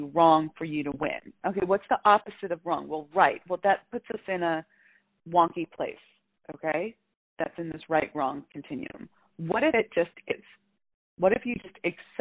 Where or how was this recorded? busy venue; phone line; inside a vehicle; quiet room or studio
phone line